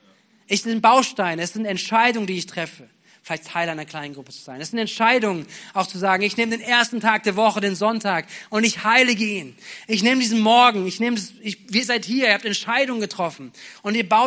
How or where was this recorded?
large echoing room